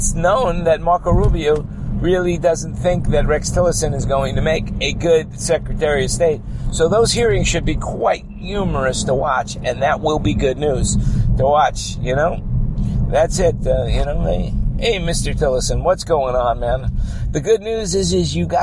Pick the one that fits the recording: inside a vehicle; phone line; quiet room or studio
inside a vehicle